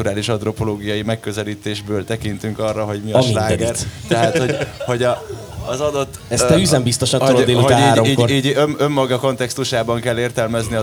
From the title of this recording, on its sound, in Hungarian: Beat Live: Strand Fesztivál Közönségtalálkozó